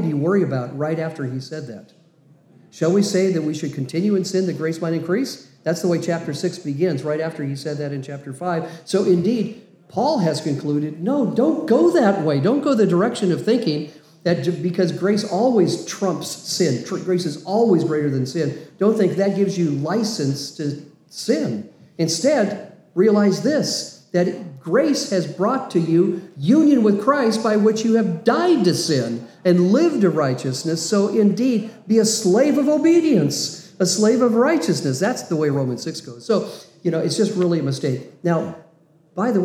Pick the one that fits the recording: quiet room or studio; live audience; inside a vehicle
live audience